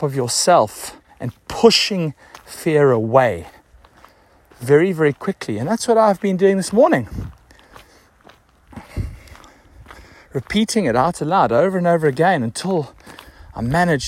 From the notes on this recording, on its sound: hit the record this morning on my walk